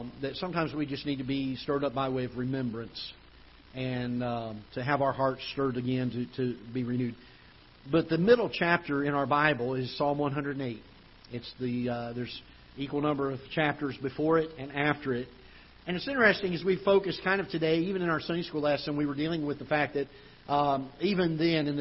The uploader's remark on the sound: Ketha Heights Baptist Church ~ Live Broadcast